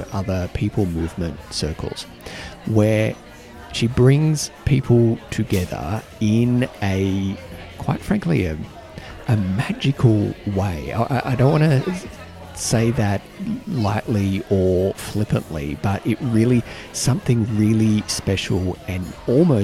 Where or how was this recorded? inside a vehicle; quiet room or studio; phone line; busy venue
busy venue